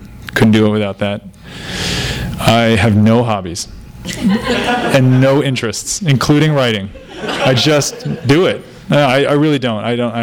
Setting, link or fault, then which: setting, live audience